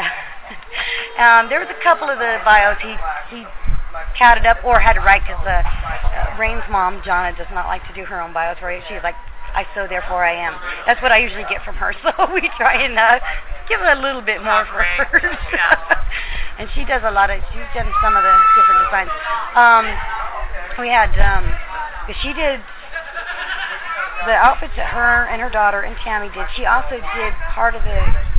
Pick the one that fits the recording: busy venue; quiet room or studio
busy venue